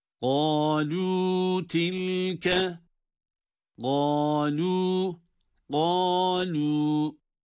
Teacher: Kaf kalın, lam ince. Gâlû. Her ikisi de birer elif miktarı.